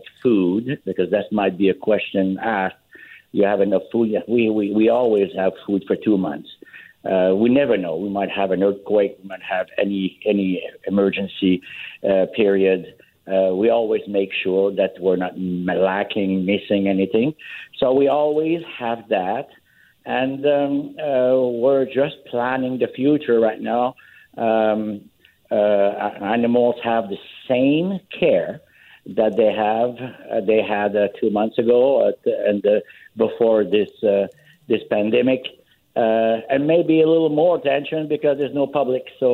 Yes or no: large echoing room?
no